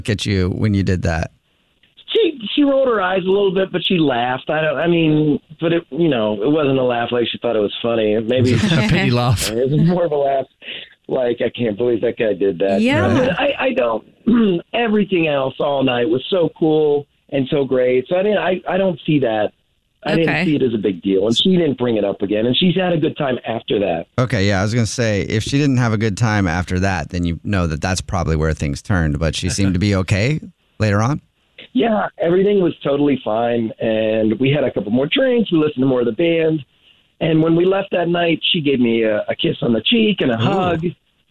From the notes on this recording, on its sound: Called into The Jubal Show.